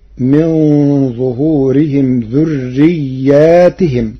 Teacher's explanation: قرأ ورش كلمة ذريتهم بألف بعد الياء وجر التاء فتصير من ظهورهم ذرياتهم، على أن تكون ذرياتهم بدلا من ضمير ظهورهم.